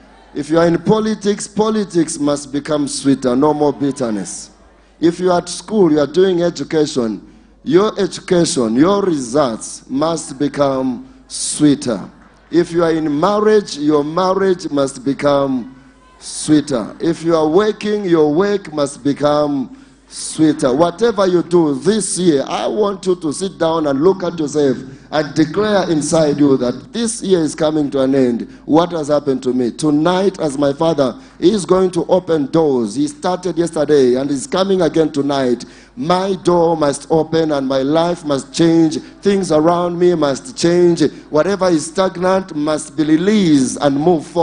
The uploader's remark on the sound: LIVE DIPLOMATIC SERVICE | ECG CHURCH